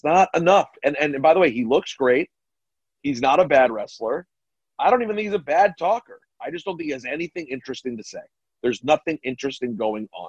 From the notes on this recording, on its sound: Jump on a zoom.